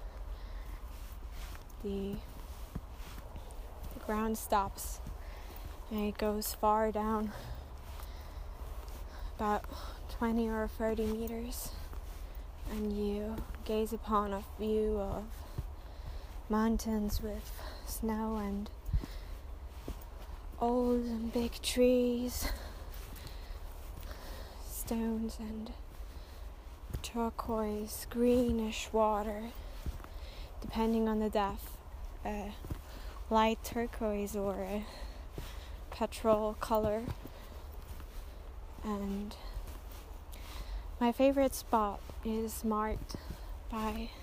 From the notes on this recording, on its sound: I recorded it on my phone, out of an urge. Let's go on a journey to one of many beautiful places, somewhere in Austria.